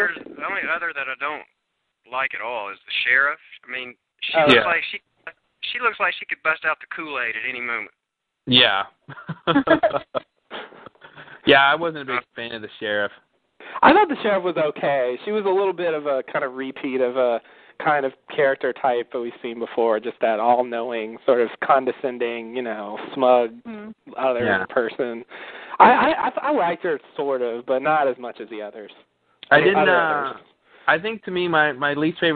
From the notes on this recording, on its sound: Recorded Live on Talkshoe.